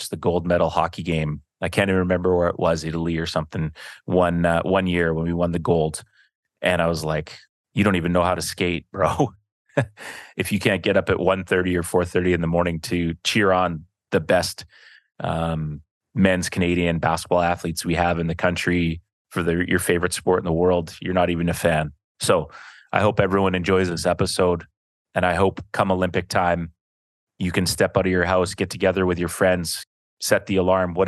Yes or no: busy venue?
no